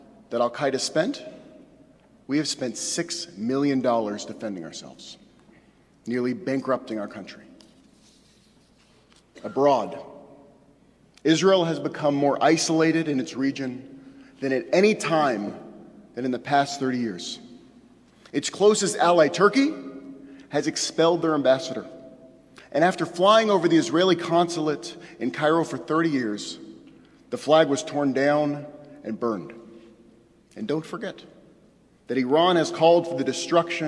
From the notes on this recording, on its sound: Delivered on Rosh Hashanah at Temple Emanu-El on 9-29-11